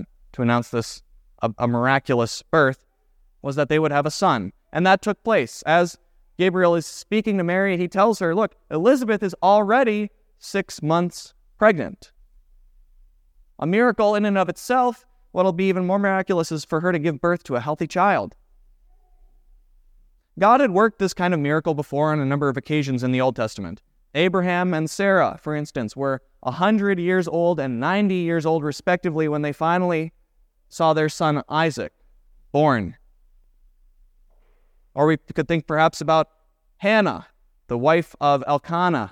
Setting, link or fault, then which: setting, large echoing room